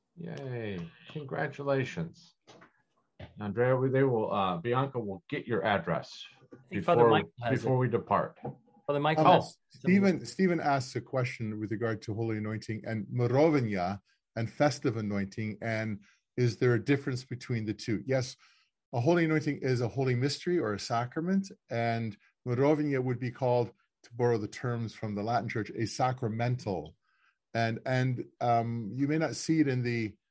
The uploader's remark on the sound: This is a recording of the seventh webinar in the Becoming Byzantine series.